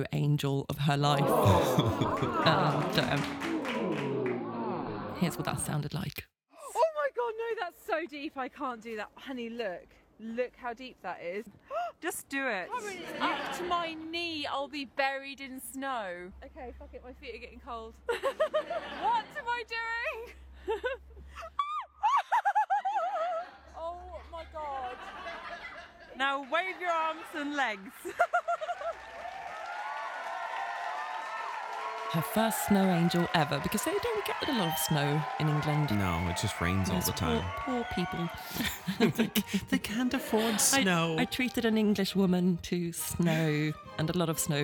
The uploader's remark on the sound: Sends an audio postcard from a New Orleans bar.